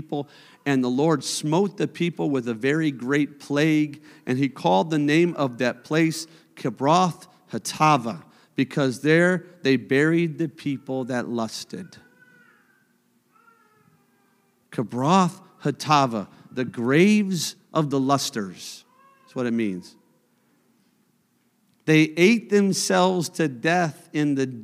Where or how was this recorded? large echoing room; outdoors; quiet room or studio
large echoing room